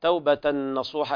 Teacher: إدغام بغنة كامل لوقوع النون بعد التنوين